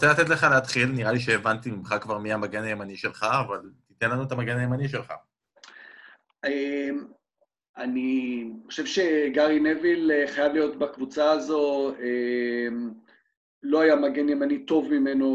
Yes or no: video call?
yes